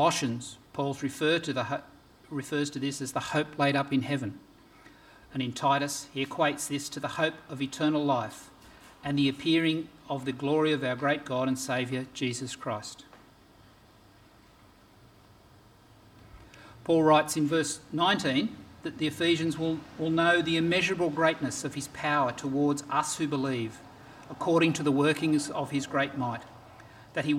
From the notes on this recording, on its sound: This sermon was preached on 21st January 2024 at all services of Helensburgh and Stanwell Park Anglican Church.